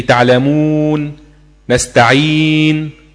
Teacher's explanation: الواو ساكنه قبلها حرف مضموم حكمها حرف مد. هنا في حاله الوقف تمد مد عارض للسكون، يمد اربع حركات